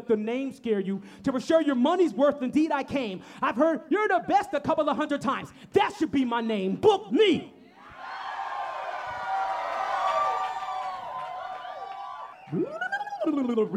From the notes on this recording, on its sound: Tonight on The Live Feed we take a trip back to this year’s Karate Camp festival. LIVE from Karate Camp 2021. The Live Feed is produced by KQAL FM on the campus of Winona State University.